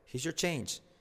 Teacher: Tampoco se dice your, sino que se omite la r.